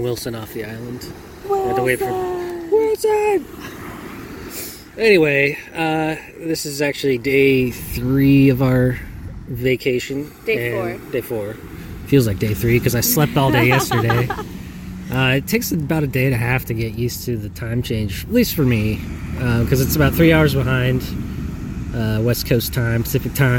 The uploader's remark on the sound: From Hawaii. Check in while one vacation in Oahu. Recorded on Electric Beach.